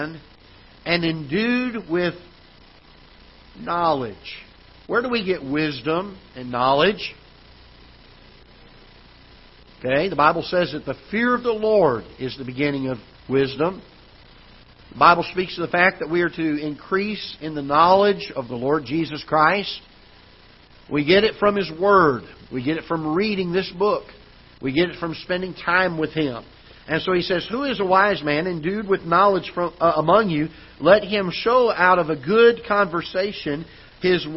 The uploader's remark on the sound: Ketha Heights Baptist Church ~ Live Broadcast